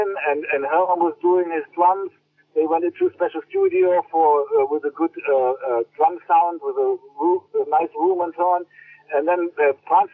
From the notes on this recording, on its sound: A recent phone conversation